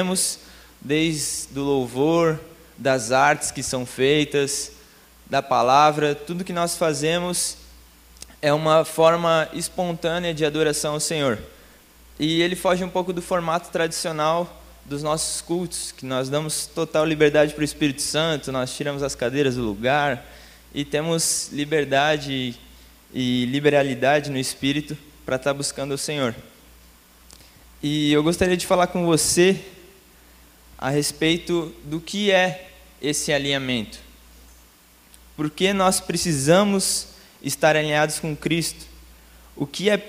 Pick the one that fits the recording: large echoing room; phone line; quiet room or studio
large echoing room